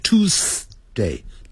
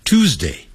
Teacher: 那个 z 的音很小声 · Shown in: second take